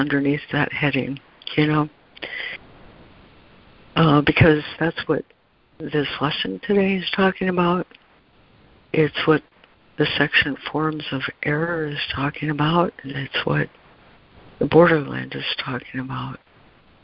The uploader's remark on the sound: ACIM Daily Conference Call